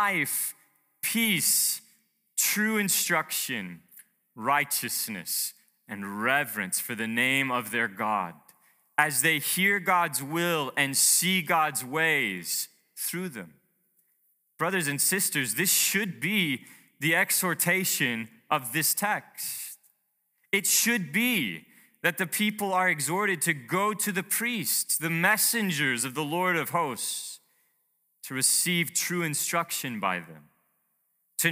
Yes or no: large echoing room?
yes